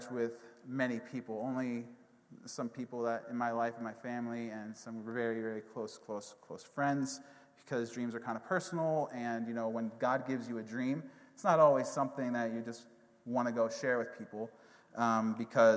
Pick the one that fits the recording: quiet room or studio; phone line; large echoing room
large echoing room